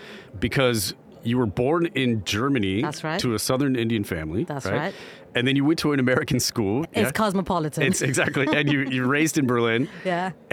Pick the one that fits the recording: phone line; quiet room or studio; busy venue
busy venue